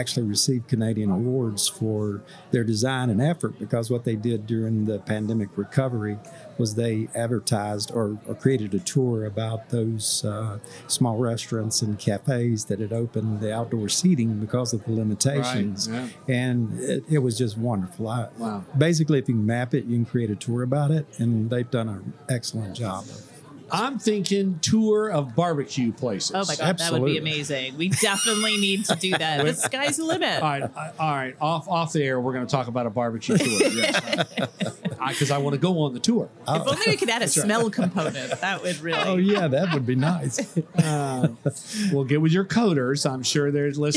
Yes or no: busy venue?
yes